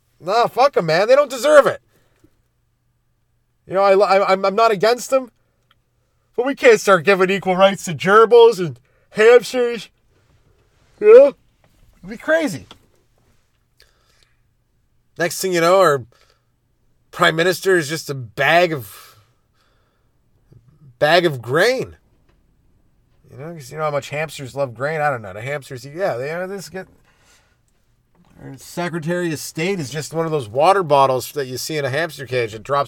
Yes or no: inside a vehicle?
yes